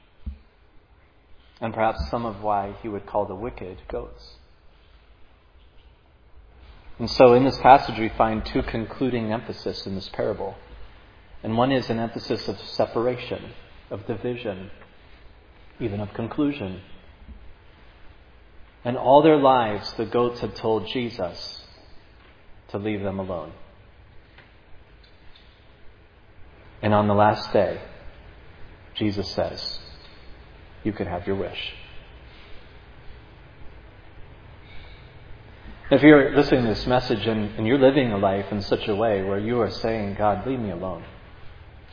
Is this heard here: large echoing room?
yes